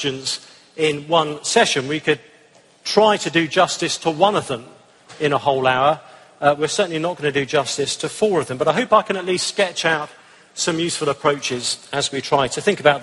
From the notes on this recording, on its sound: Answered some hard questions at the ERLC National Conference.